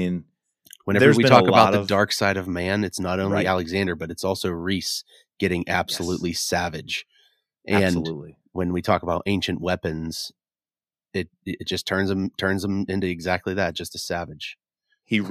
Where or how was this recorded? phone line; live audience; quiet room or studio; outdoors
quiet room or studio